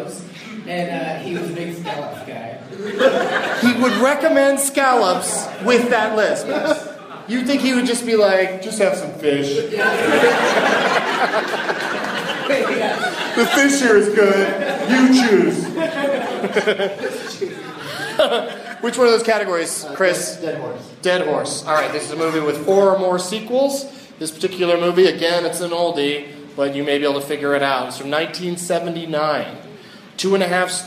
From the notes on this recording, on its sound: Live from Wiseguys Comedy Club in Salt Lake City